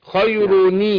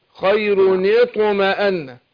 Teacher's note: كسر التنوين لعدم التقاء السكنين